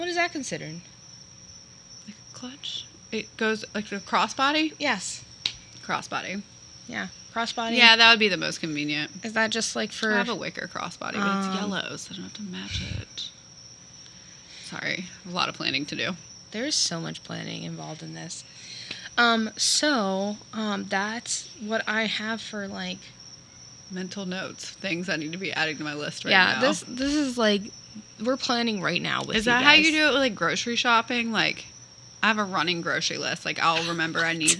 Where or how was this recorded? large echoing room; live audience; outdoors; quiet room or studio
outdoors